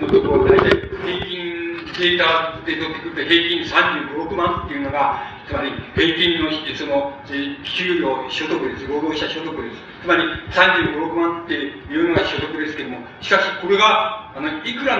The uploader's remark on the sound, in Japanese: 主催：群馬県庁労働組合 場所：群馬会館ホール。録音者の手元のノイズが 入っており 音質はあまりよくない。